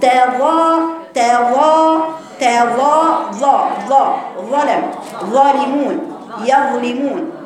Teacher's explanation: حرف الظا يا بنات كده مستعلى مطبق، يعني حرف الظا عندي فوق سقف الحنك لانه مستعلى مطبق، ما ينفعش اقول كذا طرف لساني بس اللي كده مستعلى، لا كل لسانك مستعلى، انا حرف مستعلى يعني اقصى لسان مستعلى مطبق، يعني كل لسان فوق عن سقف الحنك.